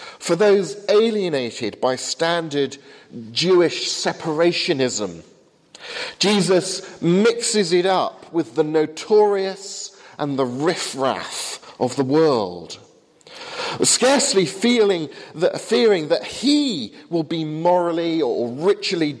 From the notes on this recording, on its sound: from the 8am service at Highfield Church Southampton, 21st September, 2014.